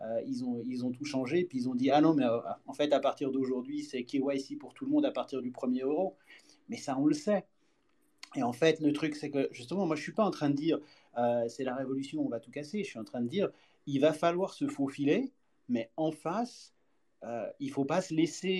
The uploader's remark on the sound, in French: Nous vous expliquons tout en grand débat ici. Vous êtes plus de 200-300 en live et plus de 25 personnes ont parlé.